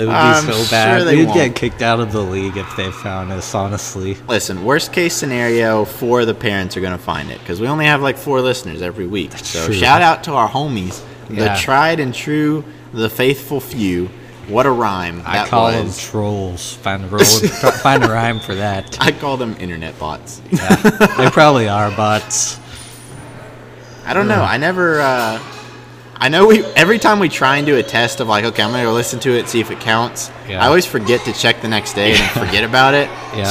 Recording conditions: background noise